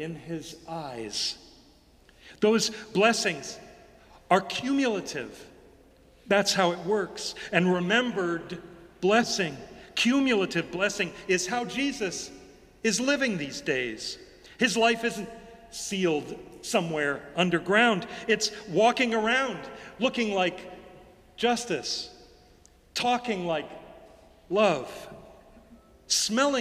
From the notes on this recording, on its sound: Sermons from Old South Church in Boston